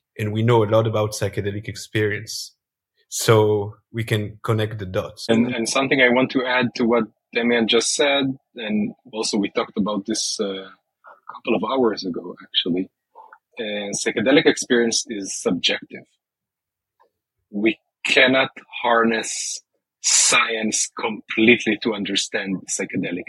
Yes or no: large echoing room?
no